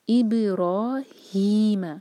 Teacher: را پر فتح تو را بھاری اور دو حرکہ کھینچیں گے، مد طبعی ہے.